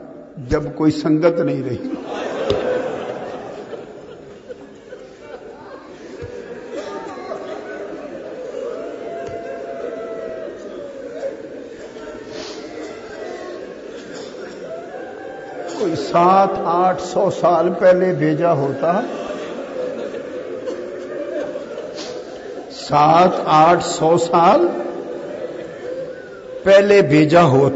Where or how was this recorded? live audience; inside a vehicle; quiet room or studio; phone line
live audience